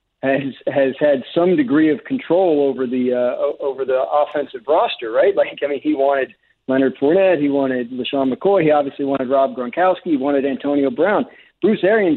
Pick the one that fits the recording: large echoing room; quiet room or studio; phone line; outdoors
phone line